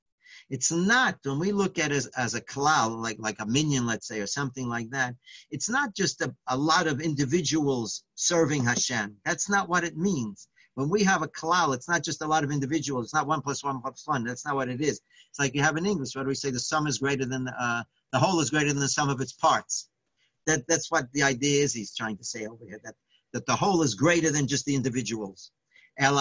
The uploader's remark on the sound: Live On Zoom: 7-12-2020